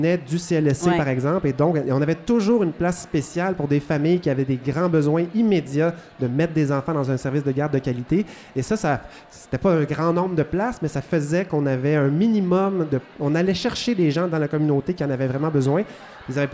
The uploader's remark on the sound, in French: enregistré lors du dernier congrès des cadres en CPE à St-Hyacinthe